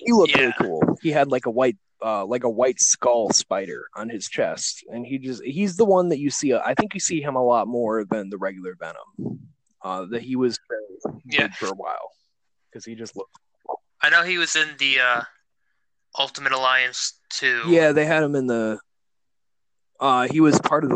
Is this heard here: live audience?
no